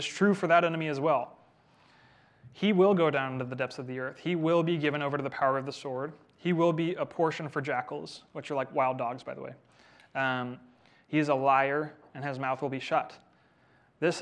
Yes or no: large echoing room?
yes